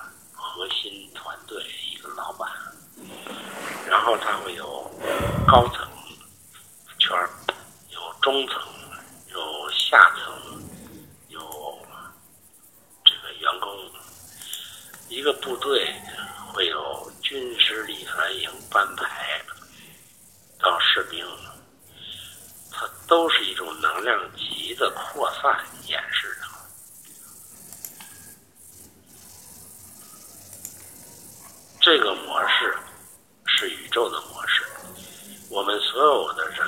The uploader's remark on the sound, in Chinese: 语音有点轻，有杂音。